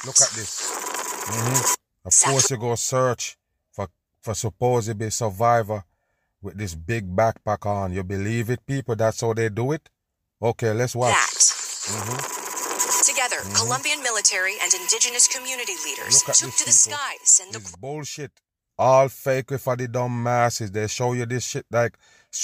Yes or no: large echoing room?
no